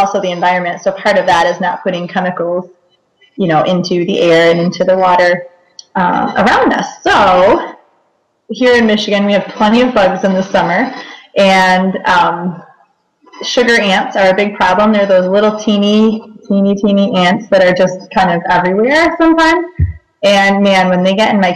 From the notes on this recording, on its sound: My apologies in advance for the little bit of audio feedback in this episode.